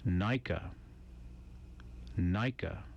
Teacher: The N sound is pronounced when the tongue touches the back of teeth and the sound comes out through the nose. It sounds like the N in the English word nice.